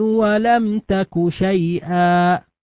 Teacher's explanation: قوله ولم تك، الميم سكنت وأتى بعدها حرف التاء، وحرف التاء من حروف الإظهار، فحكم الميم هنا الإظهار الشفوي